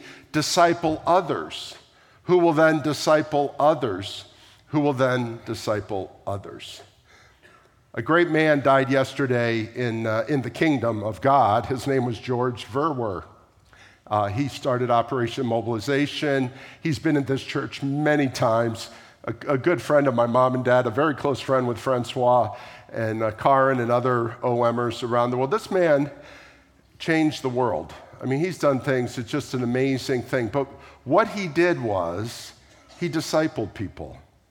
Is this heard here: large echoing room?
yes